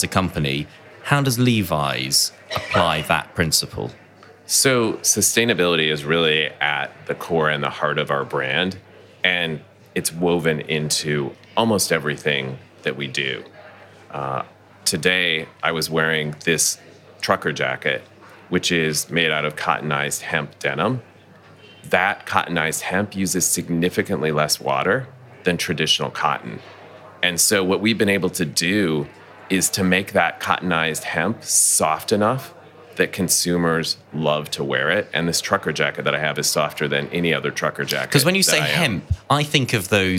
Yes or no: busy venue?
yes